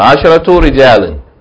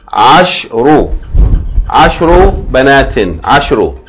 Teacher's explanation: Take off the tarmabuta and also take off the second vowel, fatha on the sheen, and make it ashru. · Shown in: second take